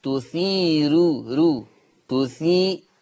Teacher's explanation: قرأ ورش بترقيق الراء وصلا